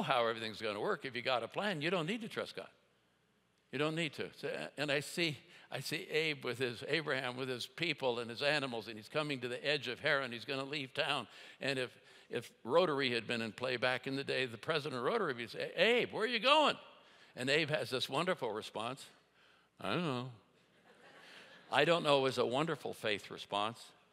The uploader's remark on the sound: at Timberline Church - Audio